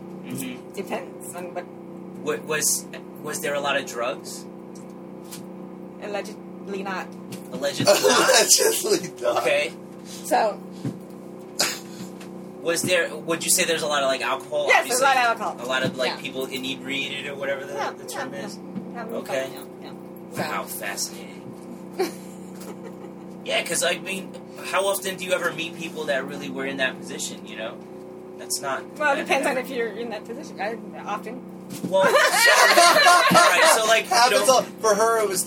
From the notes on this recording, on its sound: Please excuse the noisy audio, as this episode was recorded in an RV with the A/C on during EDC 2021.